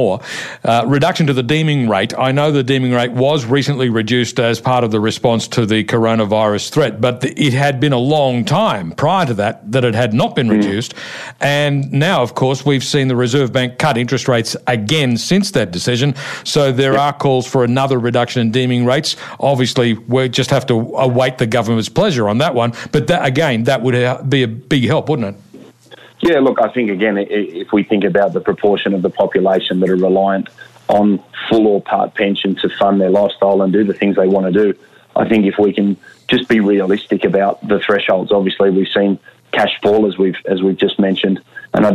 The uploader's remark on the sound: Via telephone given the new social distancing requirements that have come into play.